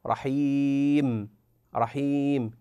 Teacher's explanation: أما الياء، أما الياء ففي كلمة، ففي كلمة رحيم مثلا، فكلمة رحيم، رحيم، ياء ساكنة مكسور ما قبلها وبعدها ساكن، لكن هذا السكون ليس ساكنا أصليا وإنما عارض، عارض بسبب الوقوف